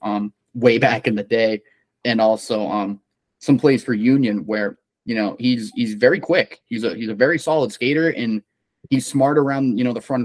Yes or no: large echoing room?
no